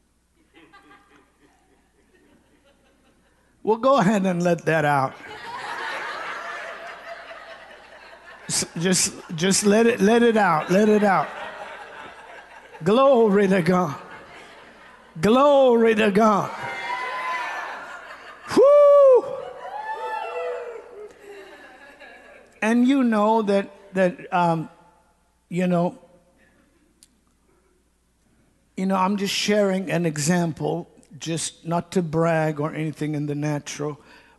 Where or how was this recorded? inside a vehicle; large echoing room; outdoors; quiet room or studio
large echoing room